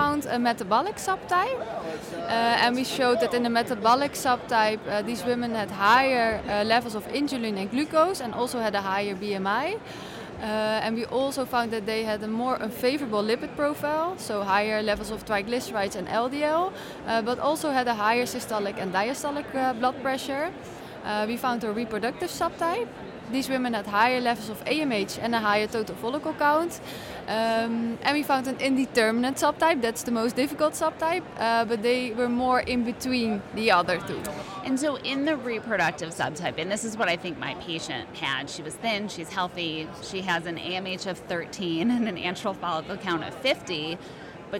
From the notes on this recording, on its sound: Fertility and Sterility On Air - Live from ESHRE 2023.